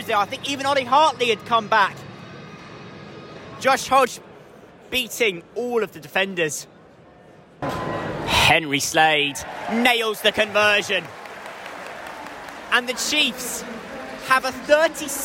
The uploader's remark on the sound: Saracens travel to Sandy Park. Live from Sandy Park!